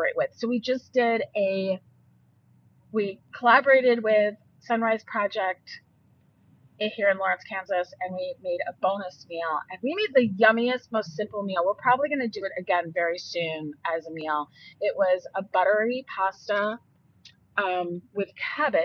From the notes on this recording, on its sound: Also, I tried recording and driving.